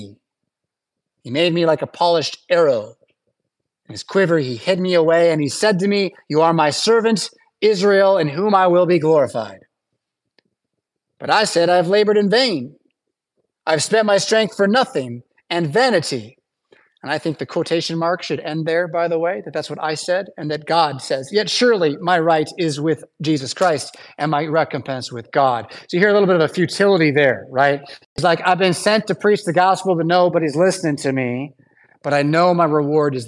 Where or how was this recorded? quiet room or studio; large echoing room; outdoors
large echoing room